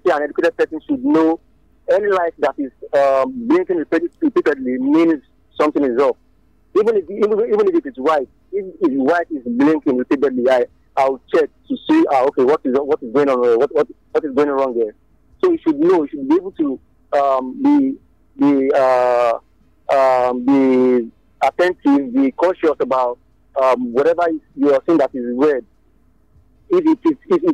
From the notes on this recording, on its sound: I opened the phones lines for listeners